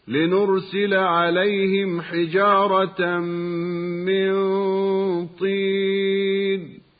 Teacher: والميم الساكنة قبل الحاء من كلمتي عليهم حجارة، وحكمهما الإظهار كما سمعنا، ويسمى إظهارا شفويا